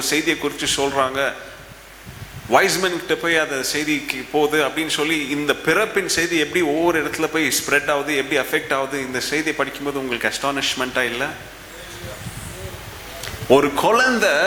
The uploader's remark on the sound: Preached at the old sanctuary of Agape Bible Church during the Advent season of 2017.